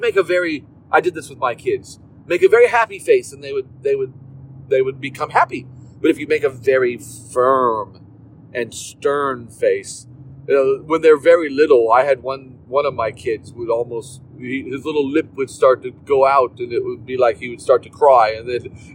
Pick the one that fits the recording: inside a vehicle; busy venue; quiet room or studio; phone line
inside a vehicle